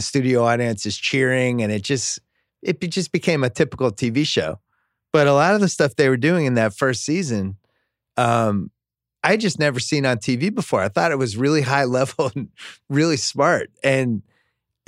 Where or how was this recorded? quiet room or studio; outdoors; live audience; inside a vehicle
quiet room or studio